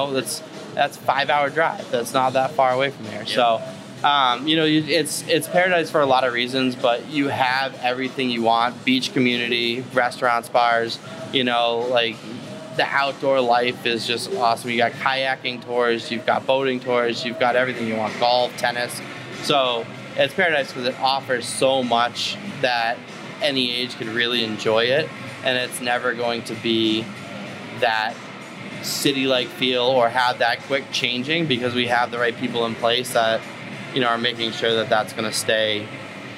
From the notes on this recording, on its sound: We shot live, on location, at Walking Tree Brewery in beautiful Vero Beach, FL.